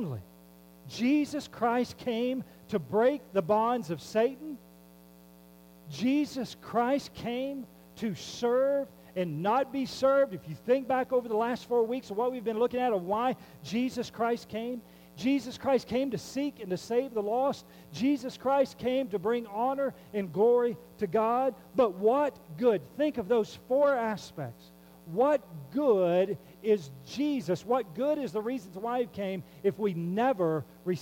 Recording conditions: hum or buzz